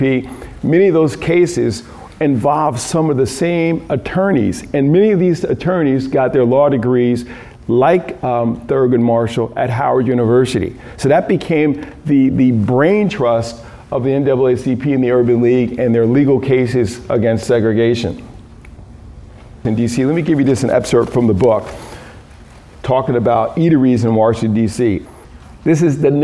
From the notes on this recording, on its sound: excerpt from a Key Note delivered at a Food Justice Symposium, March 30, 2019, Phillips Academy Andover, Massachusetts